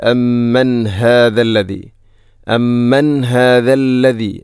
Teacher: അമ്മൻ ശേഷം ഹാഇൻ്റെ ശബ്ദം കൃത്യമായിരിക്കണം, തൊണ്ടയുടെ ഏറ്റവും അടിഭാഗം